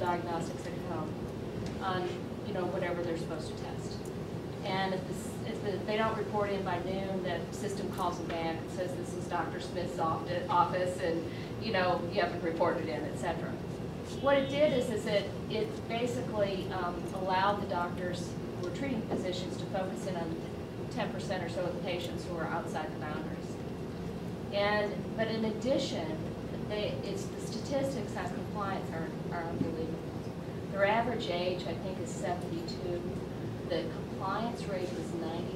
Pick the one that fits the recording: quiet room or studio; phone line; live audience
live audience